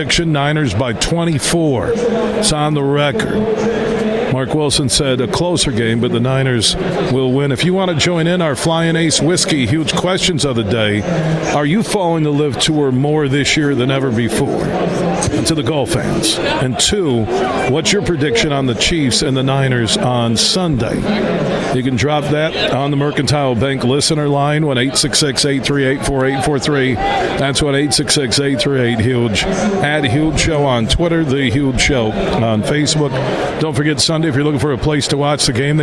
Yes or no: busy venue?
yes